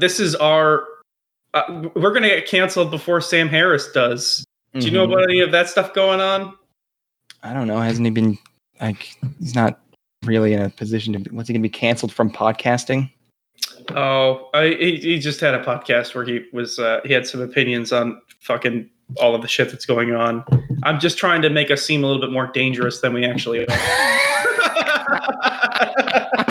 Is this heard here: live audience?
no